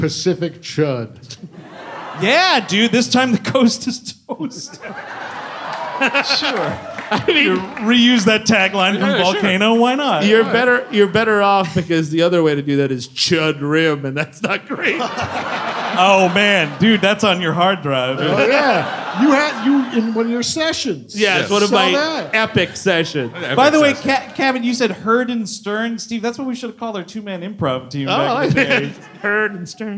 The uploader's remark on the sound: C.H.U.D. (Live in Brooklyn). The gang is live from the Bell House in Brooklyn. Live on stage.